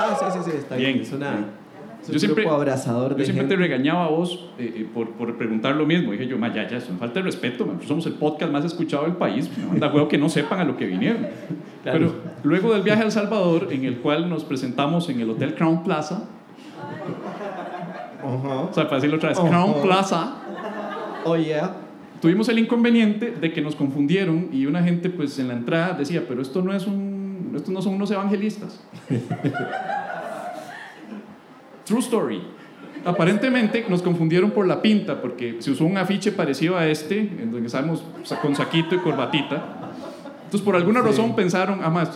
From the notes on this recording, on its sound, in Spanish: Episodio en vivo desde Teatro Heredia